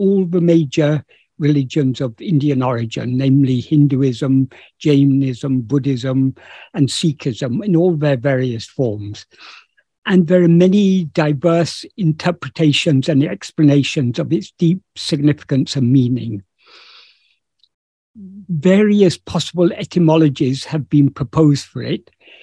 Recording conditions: video call